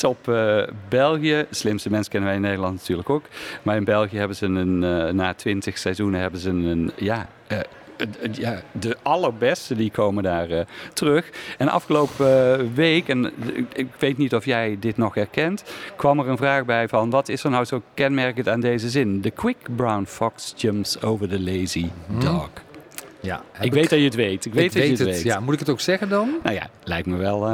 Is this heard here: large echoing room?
no